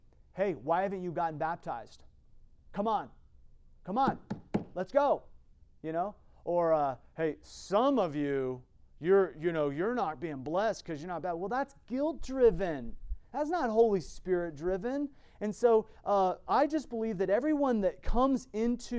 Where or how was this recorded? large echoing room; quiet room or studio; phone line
large echoing room